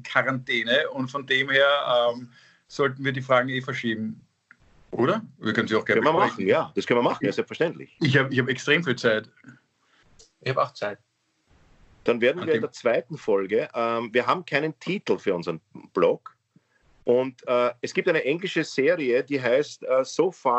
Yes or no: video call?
yes